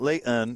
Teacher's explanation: the tees are not fully pronounced